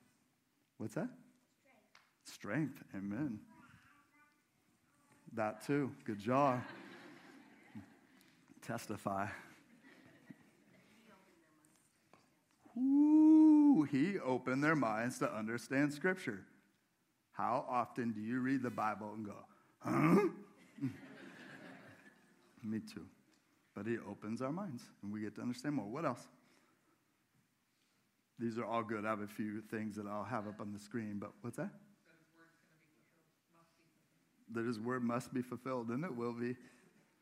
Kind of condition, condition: setting, large echoing room